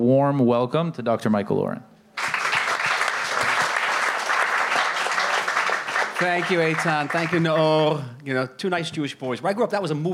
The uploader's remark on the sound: SPECIAL LIVE EPISODE. This episode was recorded with live audience at Soho House Jaffa. The event was produced by TLV International Salon. We’re sitting here tonight in the magnificent ancient city of Jaffa, sipping cocktails and enjoying this beautiful venue provided by our wonderful hosts, SOHO House.